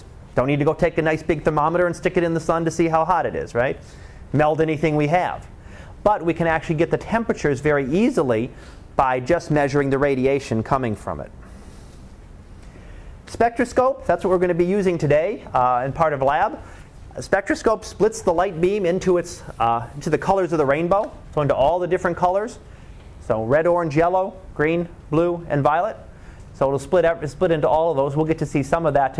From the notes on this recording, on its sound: Live Class Lecture.